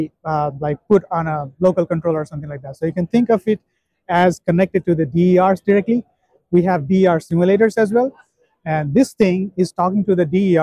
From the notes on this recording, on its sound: As well as some footage straight from the DISTRIBUTECH show floor.